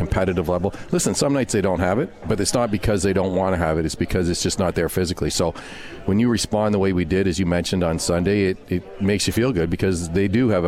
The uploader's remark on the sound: Comets Insider live from Swifty's.